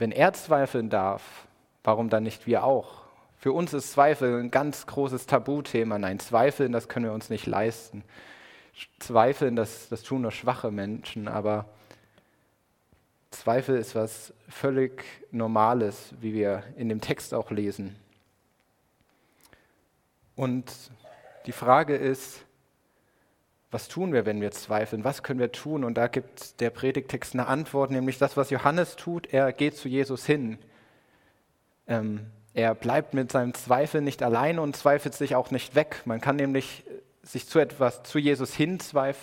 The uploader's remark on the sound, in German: Predigt im Rahmen des GreifBar+ Gottesdienstes